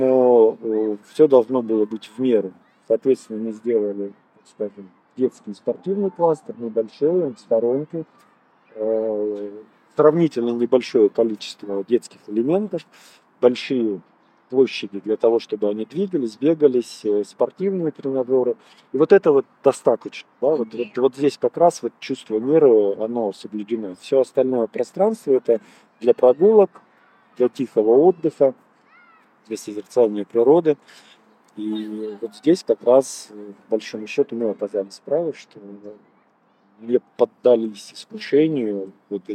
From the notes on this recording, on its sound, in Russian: Подкаст записывался в сквере Алое поле.